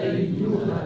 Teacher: حركتين بس. المد ده اسمه مد منفصل، مد فرعي منفصل